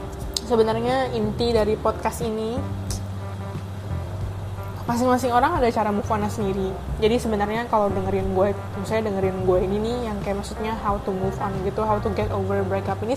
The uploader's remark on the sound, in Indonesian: Maaf ya kalo ada background soundnya agak ganggu, ada suara speaker, kipas angin.